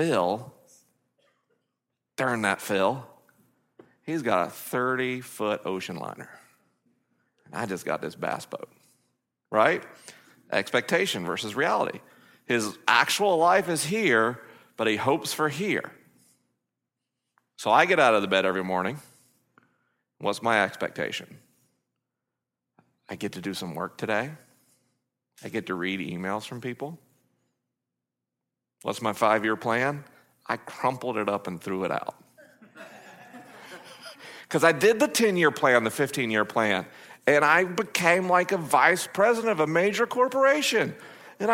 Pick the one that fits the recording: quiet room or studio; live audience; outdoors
live audience